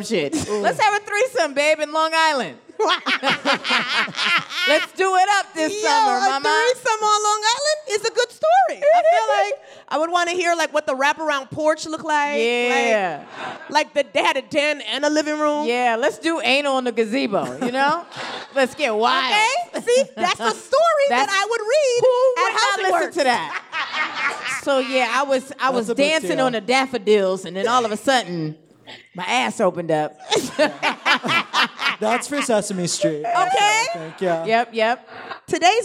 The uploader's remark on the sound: LIVE at Housing Works Bookstore Cafe